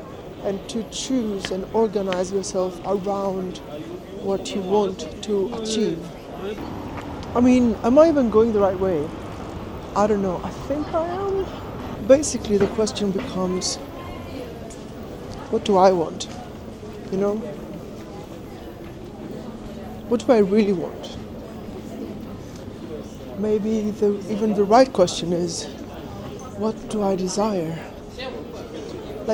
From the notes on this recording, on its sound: Cinematic Motivational Walk in Chinatown. I'll be walking around, taking in the sights and sounds, and talking about setting goals and intentions for the year ahead.